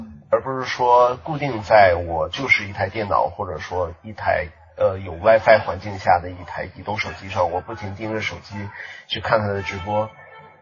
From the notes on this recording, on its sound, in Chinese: 这期音质很差，请注意了。